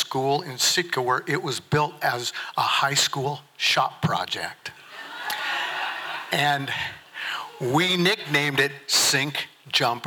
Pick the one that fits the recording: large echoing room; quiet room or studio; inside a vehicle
large echoing room